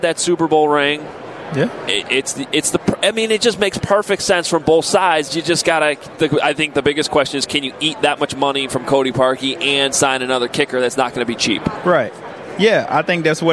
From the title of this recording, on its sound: Live From Radio Row Day 4